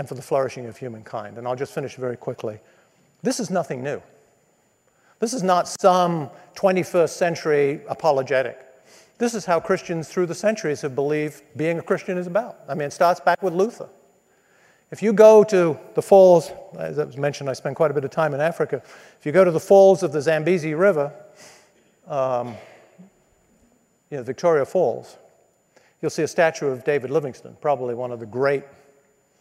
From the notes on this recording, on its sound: spoke to business students at the Believers in Business MBA Conference at Redeemer Presbyterian Church in New York City